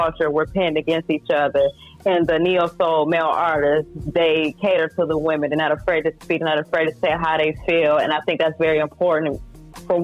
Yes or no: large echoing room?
no